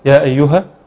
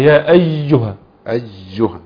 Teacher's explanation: هو بيسهل الياء، ما بيخليش فيها شد أساسا · Shown in: first take · فيقرأ كده يا أيها.